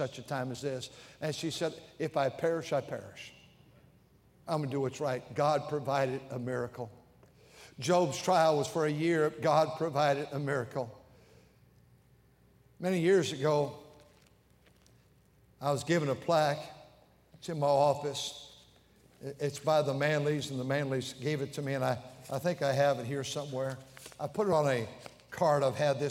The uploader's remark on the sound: during the Sunday Evening service on June 18, 2023, at North Valley Baptist Church in Santa Clara, California.